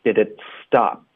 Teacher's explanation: Stop 结尾的 p 音，嘴唇合上导致停顿。